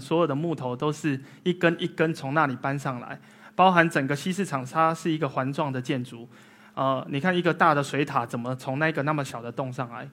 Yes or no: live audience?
yes